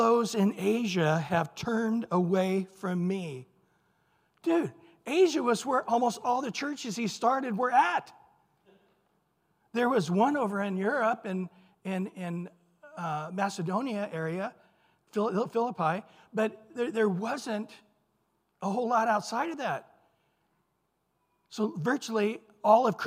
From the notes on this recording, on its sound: Recorded at Calvary Chapel of Los Alamitos